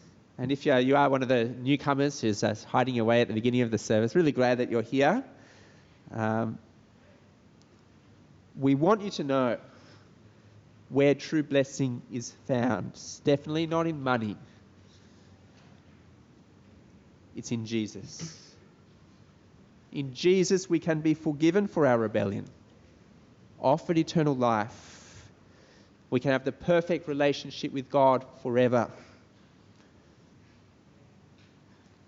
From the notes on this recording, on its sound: This sermon was preached at Brickfields Asia College Christian Fellowship on 5th October 2021.